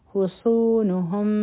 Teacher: صاد غټ حرف دی، په دې کې د سیټي آواز هم دی او دا به دوه هر کا راکاږو.